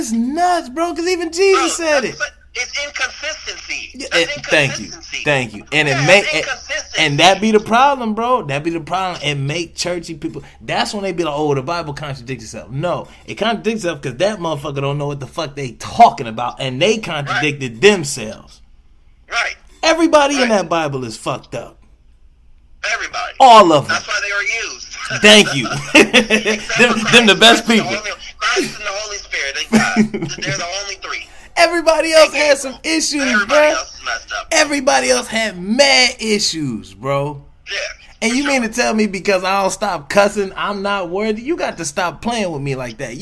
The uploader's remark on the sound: I recorded this from our phone conversation